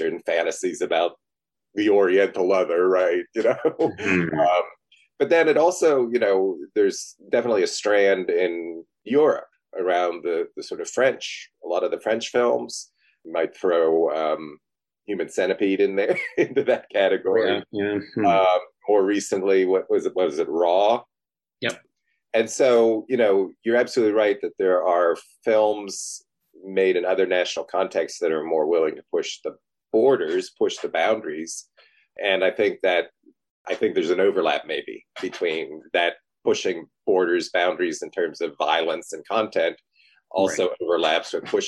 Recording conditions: video call